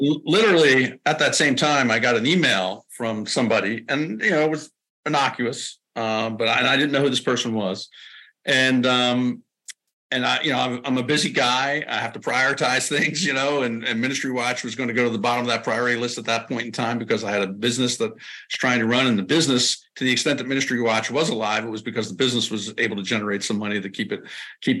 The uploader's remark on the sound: We had this interview via zoom last week.